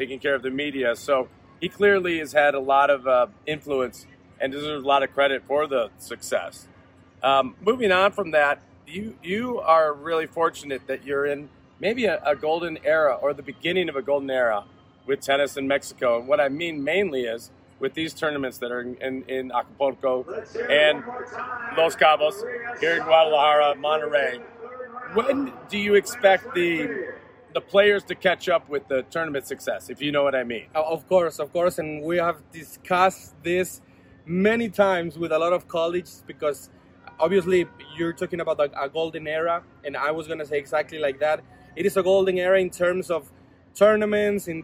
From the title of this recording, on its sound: Live from WTA Guadalajara 2022